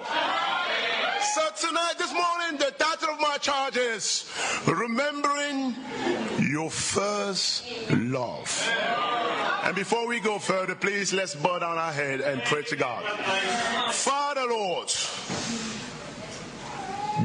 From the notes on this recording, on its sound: at the European Missions Conference